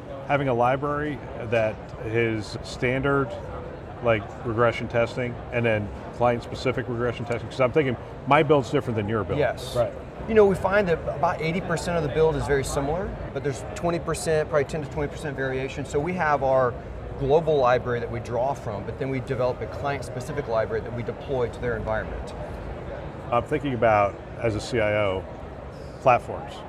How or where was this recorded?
busy venue